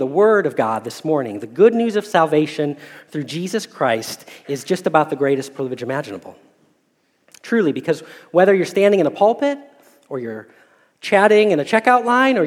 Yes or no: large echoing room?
yes